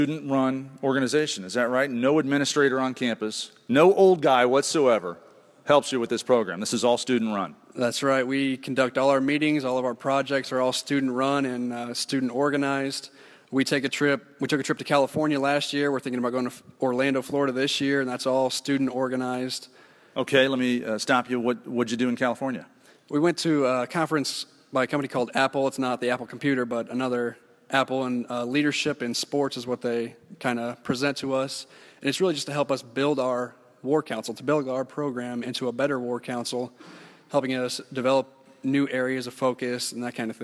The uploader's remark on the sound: This show starts with a live audience at Wabash College